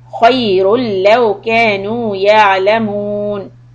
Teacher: If you connect, then khayrul, this is idgham without any gunna.